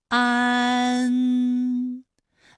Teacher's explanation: 个字是前鼻音，哪个字是后鼻音吗？红和香，它们都是后鼻音，分别有后鼻韵母 ong 和 ang。蚕字呢是前鼻音，有前鼻韵母 an。好，那么关于带 an 的前鼻韵母啊，我们再放到一起对照，再来看一看它们的发音要领。首先，an 发音的时候呢，起点元音是前低不圆唇元音啊，舌尖抵住下齿背，舌位降到最低，软腭上升，关闭鼻腔通路啊。那我们从前啊开始，舌面升高，舌面的前部抵住硬腭的前部。当两者将要接触的时候，软腭下降，打开鼻腔通路。紧接着，舌面前部与硬腭的前部闭合，使在口腔受到阻碍的气流从鼻腔里透出。口型由开到合，舌位移动比较大。安，哎，我把这个过程当中啊给大家发的细一些，大家可以仔细听我的发音哈，从前啊开始，安，哎，我发的比较慢。那实际我们发安的时候呢，不用这样的慢哈，让你感受到啊到呢的一个变化，直接我们发出安就